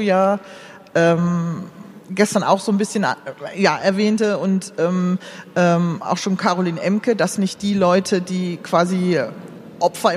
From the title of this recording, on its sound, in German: Das digitale #Quartett live on stage